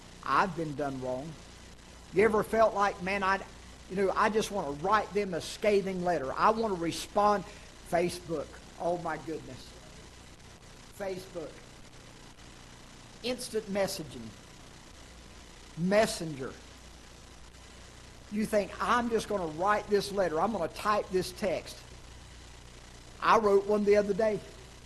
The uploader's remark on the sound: Ketha Heights Baptist Church ~ Live Broadcast